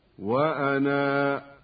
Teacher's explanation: فإذا وقفنا على الكلمة اضطرارا أو اختبارا فجميع الأئمة ومعهم حفص يثبتون الألف هكذا: وأنا، وفي هذه الحالة يكون مدها طبيعيا بمقدار 2، وهكذا في كل نظير.